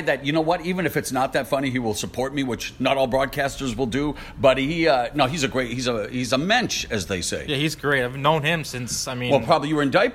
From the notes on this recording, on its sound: Live from the Barclays Center. Before Danny Garcia-Shawn Porter.